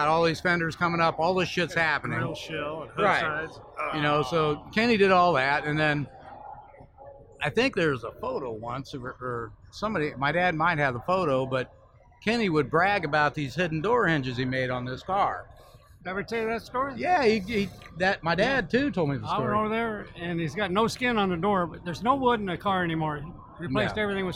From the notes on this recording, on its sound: joined the Gearheads live in The Round Six Experience at the Grand National Roadster Show